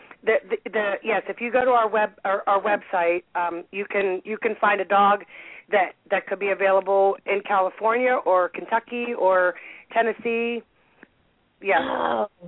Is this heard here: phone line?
yes